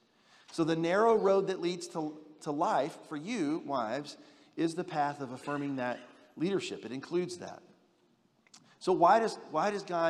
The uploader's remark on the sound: General Session X from the 2023 Shepherds 360 Conference